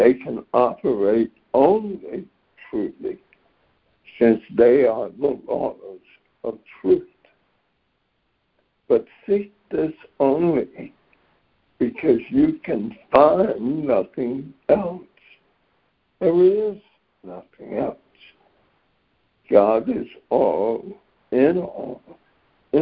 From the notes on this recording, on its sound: ACIM Daily Conference Call